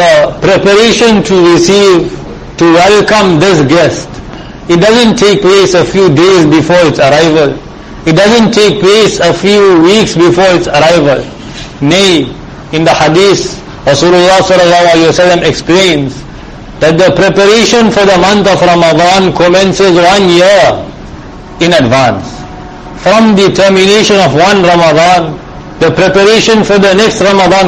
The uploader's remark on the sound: Jumuah lecture at May street Masjid